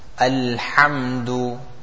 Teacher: that is ha, again from the center of the throat